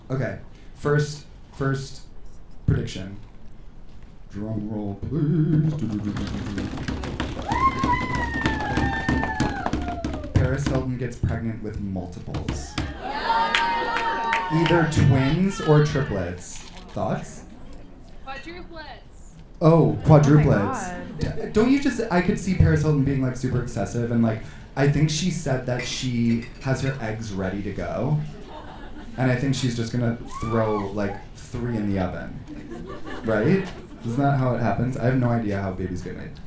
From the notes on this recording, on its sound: On the the first ever LIVE episode of Harrytales. A sold out show at the Sultan Room in Brooklyn.